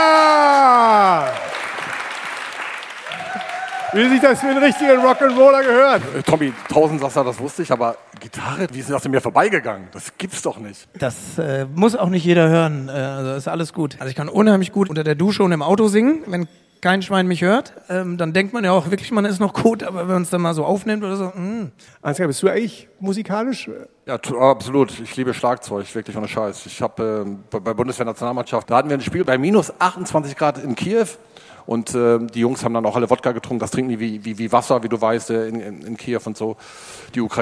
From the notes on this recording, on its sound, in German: Kickerherz Live! Podcasten vor Publikum im Designer Outlet Ochtrup im Grenzgebiet von NRW zu Niedersachsen. Ist halt Live!